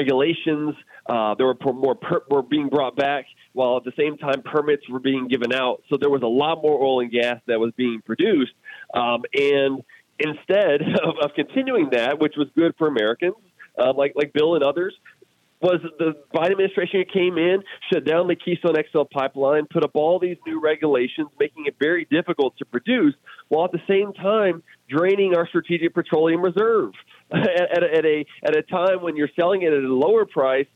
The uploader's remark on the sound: we take your calls in open phones across America